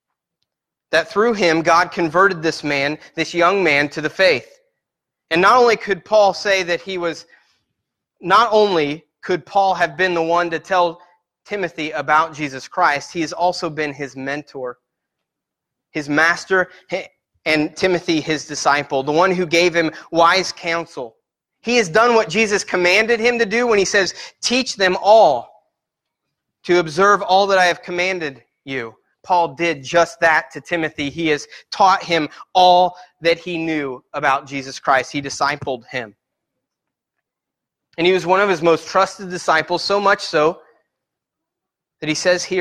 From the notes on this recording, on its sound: Sermon Preached at Christian Fellowship Church in Peru, In on 7-1-18.